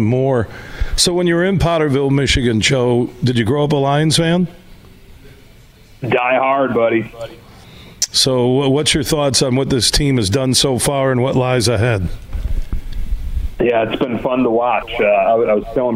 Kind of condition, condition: setting, busy venue